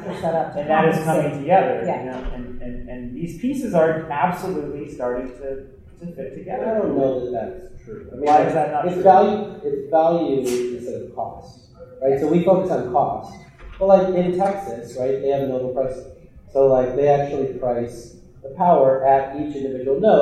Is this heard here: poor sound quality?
yes